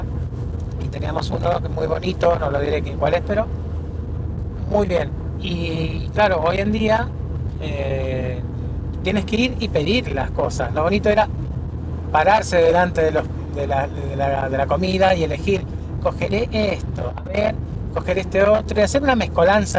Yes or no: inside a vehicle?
yes